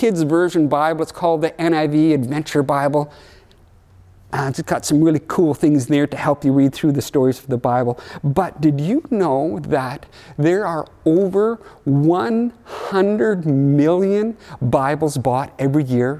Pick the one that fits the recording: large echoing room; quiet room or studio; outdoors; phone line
large echoing room